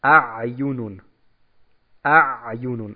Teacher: Also am Anfang ein Hamza, A, und dann ein Ein, das vokallos ist.